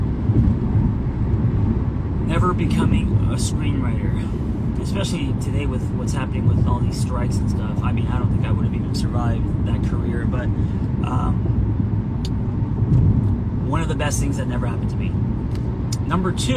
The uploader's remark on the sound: an Instagram live on the go